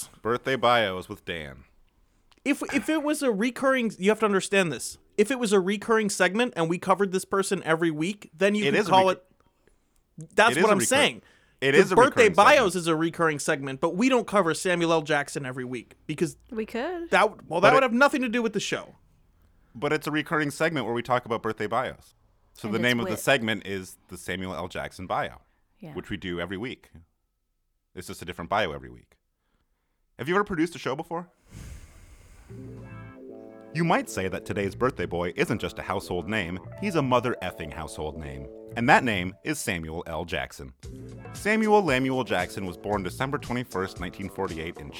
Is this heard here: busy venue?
no